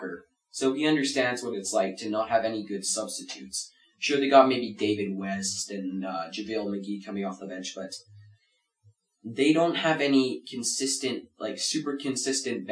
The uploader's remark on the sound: Apologies for any glitches as we are still getting used to our new studio.